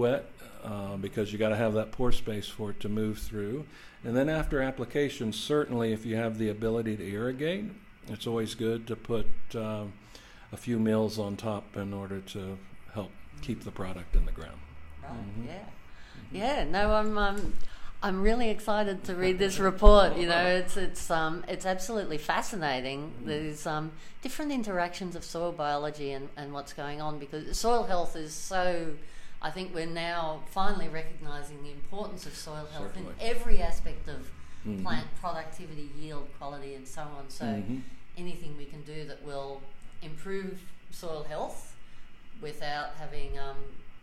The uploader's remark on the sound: This podcast was recorded at the 2023 Ballarat growing better potatoes workshop.